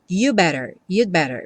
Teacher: Preste atenção que esse you'd better muitas vezes é tão reduzido que vem you'd better, você não escuta realmente o D, porque depois vem um B e a pessoa vai ter que fechar o lábio. Então, no que você encosta a língua no céu da boca para fazer o D do you'd, você já fecha o lábio também para fazer o better